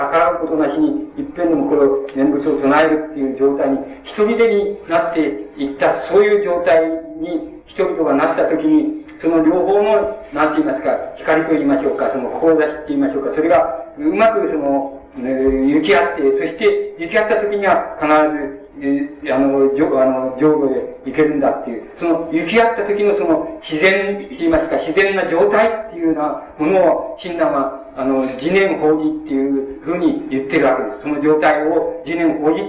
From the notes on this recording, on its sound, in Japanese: 主催：鹿児島県出水市泉城山・西照寺 場所：鹿児島県出水市泉城山・西照寺。第一回緑陰講座。音源は客席から録音されたもので 音質はあまりよくない。冒頭部分にはテープノイズあり。